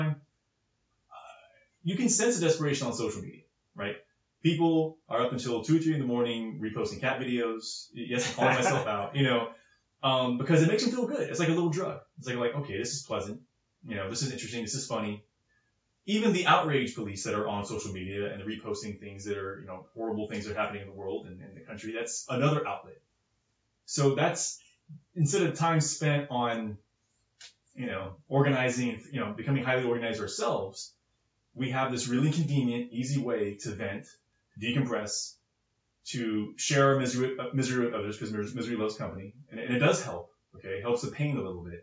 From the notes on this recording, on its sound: Sorry about the poor audio quality, it sounded good when we recorded it but apparently something was off.